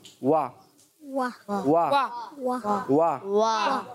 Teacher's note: پہلے ہونٹ نارمل ہے پھر گول ہوں گے اور پھر نارمل